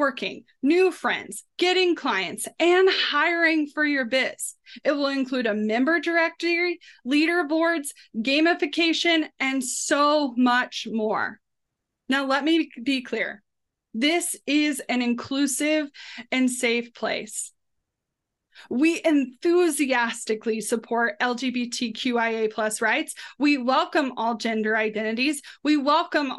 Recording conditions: video call